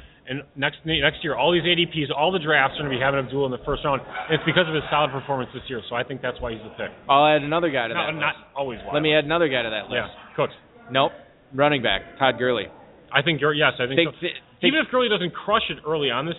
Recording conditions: busy venue